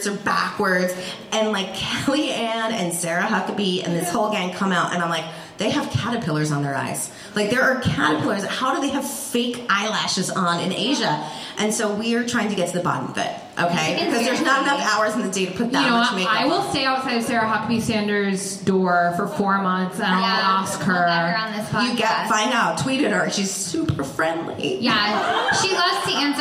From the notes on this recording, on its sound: in this live show